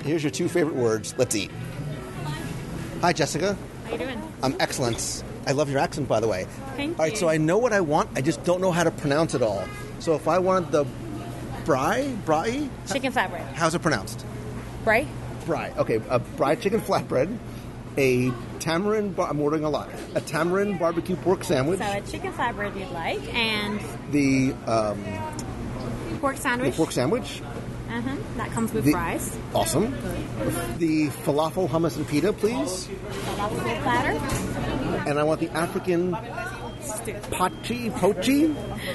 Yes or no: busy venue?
yes